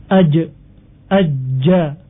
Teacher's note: jim sifatnya jahr, jelas atau tidak ada aliran nafas karena tekanannya yang kuat. Aj, aja, dibaca dengan harokat fathah ja.